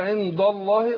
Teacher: برضه نقول عند الله ض عند الض عند الض، يبقى انا رققت الدال اهي ودخلت على تفخيم ايه لام لفظ الجلاله عند الله ما قلتش عند الله، يبقى عشان ندخل على لام مفخمه افخم الدال لان اخلص المرقق من المفخم